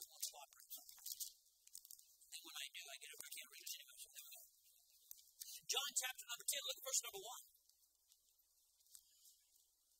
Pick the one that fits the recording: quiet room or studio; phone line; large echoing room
large echoing room